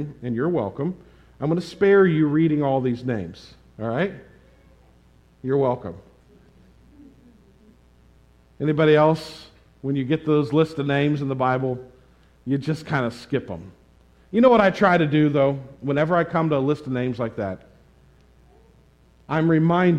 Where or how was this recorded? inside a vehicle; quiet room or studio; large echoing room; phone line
large echoing room